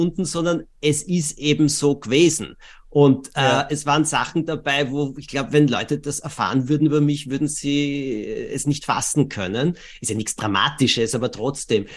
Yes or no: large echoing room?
no